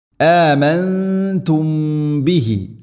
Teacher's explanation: സാക്കിന മീമിന് ശേഷം ബ, ഇഖ്ഫാ ശഫവി, അവിടെ മണിച്ചുകൊണ്ട് ഉച്ചരിക്കണം, അവ്യക്തമാക്കി